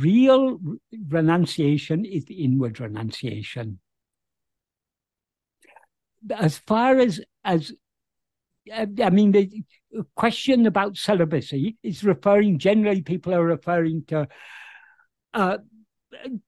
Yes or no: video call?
yes